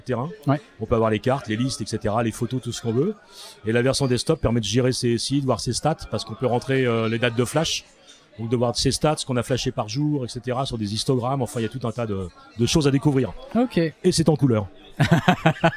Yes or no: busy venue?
yes